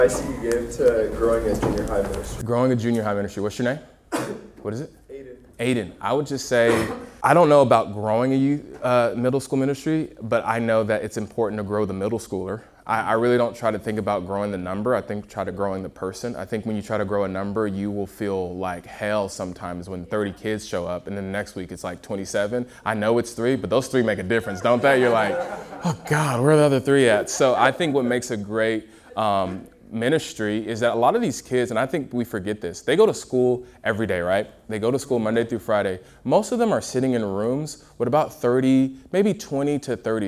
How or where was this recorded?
live audience